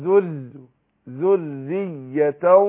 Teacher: الراء مشددة مكسورة هترقق